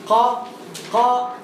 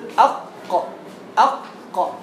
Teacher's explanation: من اقصى لسان وما فوقه من الحنك الاعلى وهو سقف الفم مخرج القاف